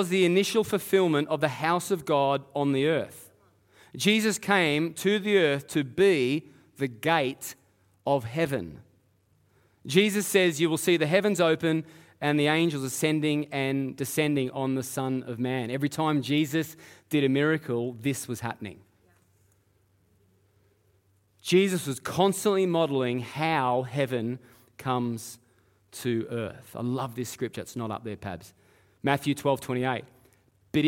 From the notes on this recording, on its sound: Live at Echo Church Melbourne